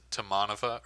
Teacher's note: He puts, like, the accent on the second syllable, which is a very American thing.